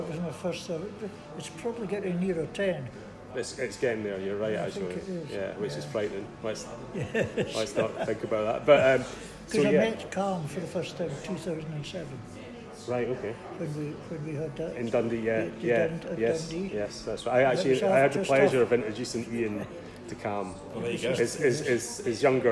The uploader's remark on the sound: Warning: some mild swearing and background noise!